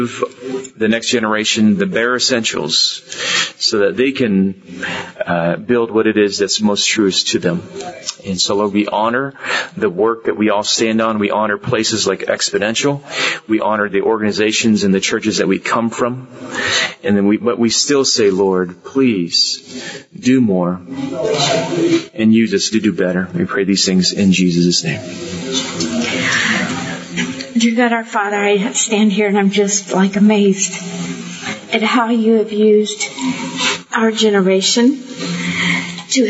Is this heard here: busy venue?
yes